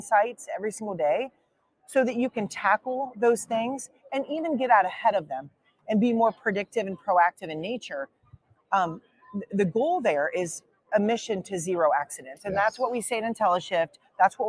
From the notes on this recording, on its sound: we are live from the showroom floor at NAFA 2023 in Baltimore